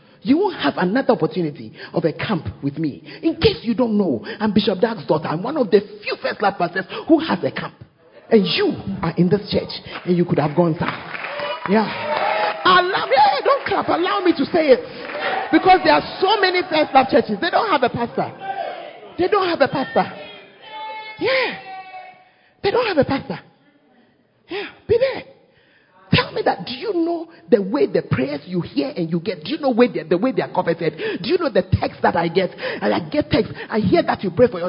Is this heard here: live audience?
yes